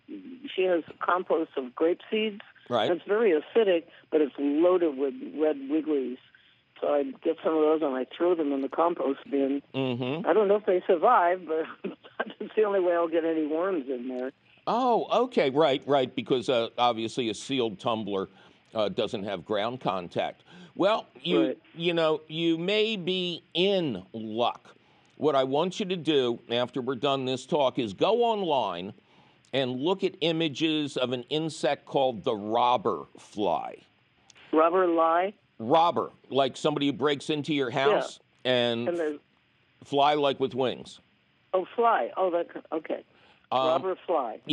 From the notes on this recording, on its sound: your fabulous phone calls!